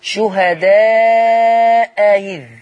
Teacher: بيّن الهمزة الأولى وسهل الثانية